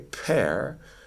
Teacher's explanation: if I were to say pear, there's some aspiration right afterwards